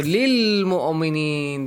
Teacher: So lil-mu'minin, they have joined lam with the next lam.